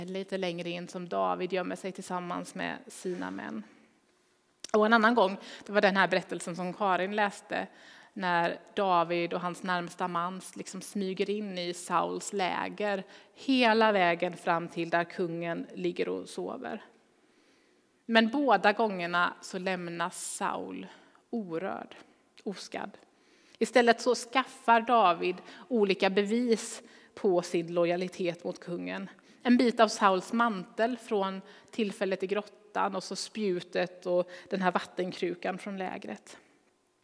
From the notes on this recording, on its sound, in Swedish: Inspelning från Immanuelskyrkan Skövde.